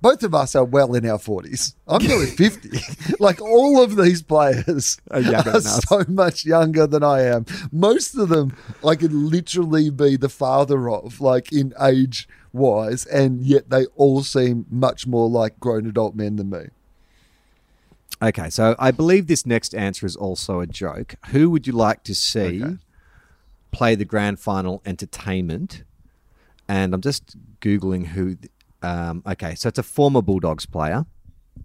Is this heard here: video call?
no